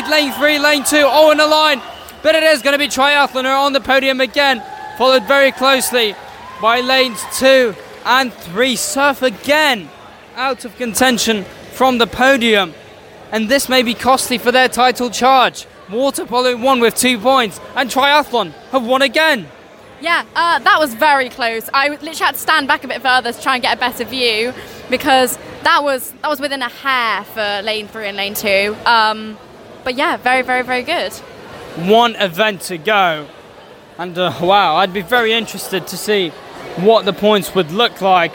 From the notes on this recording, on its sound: Welcome to St Sidwell's Point and welcome to live coverage of the Ultimate Swim Off - a Movember charity event involving six aquatic clubs: Swimming, Canoe, Surf, Waterpolo, Triathlon and Windiriding! Two-part special commentary.